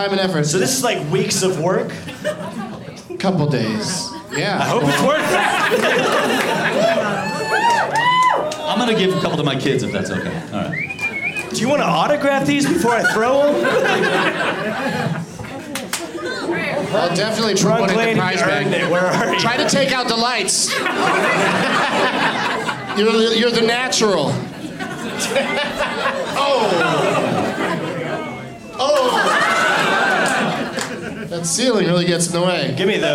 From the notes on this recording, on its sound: Live from Comedy Works in Denver